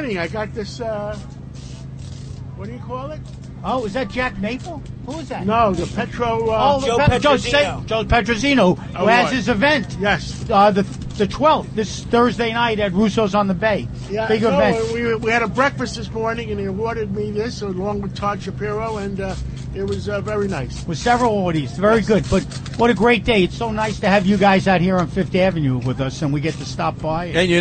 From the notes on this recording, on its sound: Live from the Columbus Day Parade. Reports live from New York City's annual Christopher Columbus Day Parade.